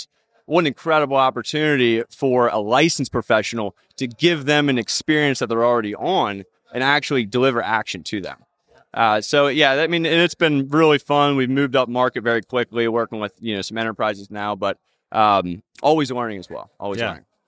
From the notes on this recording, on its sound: A conversation recorded live from the Fearless Investing Summit.